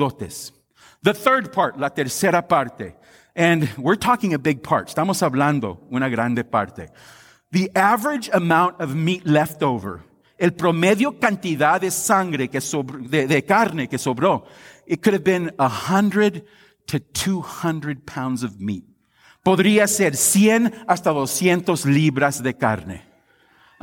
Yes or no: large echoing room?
yes